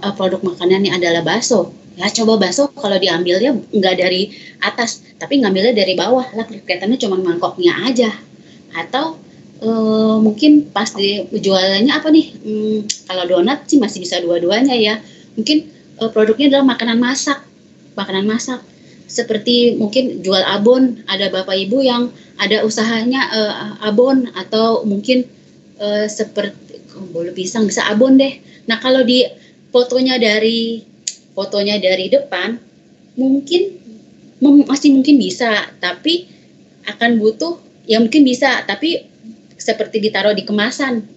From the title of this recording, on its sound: Audio : WEBINAR